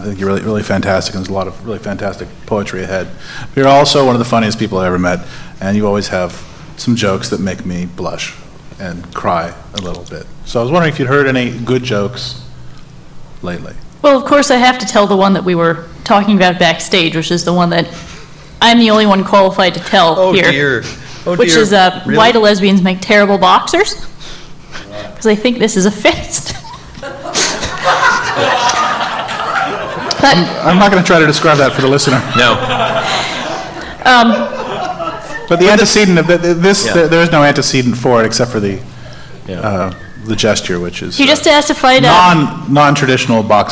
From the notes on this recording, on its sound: Do it live in front of a double-digit crowd at Seattle's Bumbershoot music festival. We apologize for the massively overloaded recording here—the talking sounds good but the music, sadly, is distorted.